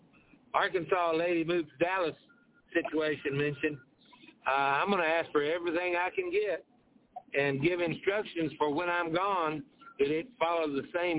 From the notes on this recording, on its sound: TNTSuperfantastic Conference Call